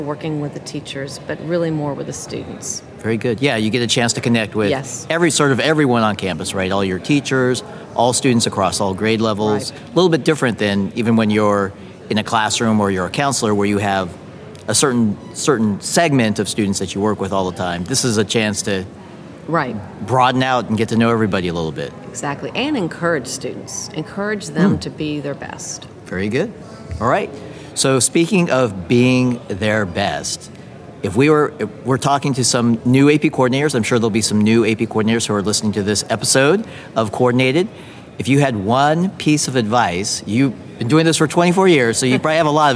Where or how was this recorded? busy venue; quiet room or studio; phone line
busy venue